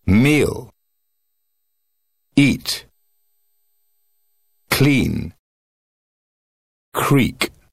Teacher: Долгий звук. Произносится протяжно и напряженно. При произношении должен слышаться русский звук «и» с легкой примесью «ы».